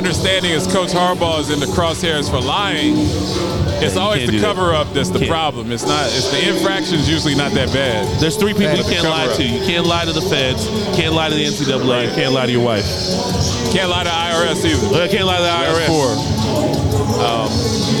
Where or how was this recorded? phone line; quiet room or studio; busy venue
busy venue